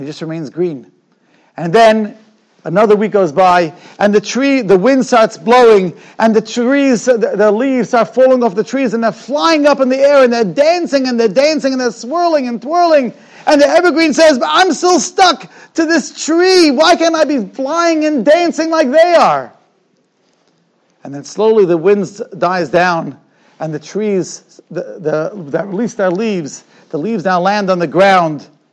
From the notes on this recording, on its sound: Shiur recorded in Yeshivas Ohr Reuven, Monsey, NY.